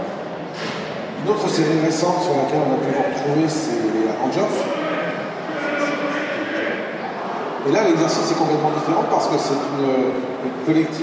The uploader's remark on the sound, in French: Conférence TGS 2017